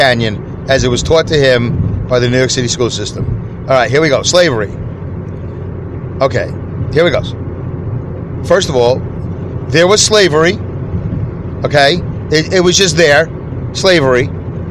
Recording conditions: inside a vehicle